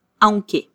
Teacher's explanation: La parte más fuerte es la A. La U casi no se nota.